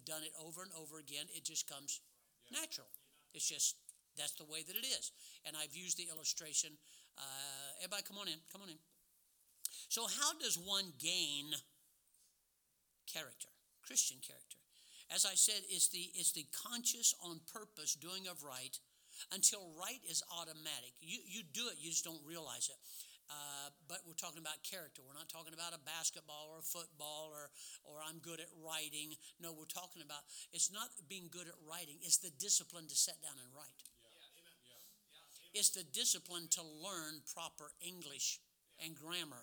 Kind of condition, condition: setting, large echoing room